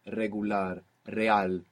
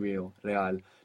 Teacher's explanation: And actually, you need a very relaxed mouth to pronounce this R, because you're kind of lifting your tongue up a little bit and letting the air flap it · Term: rolling R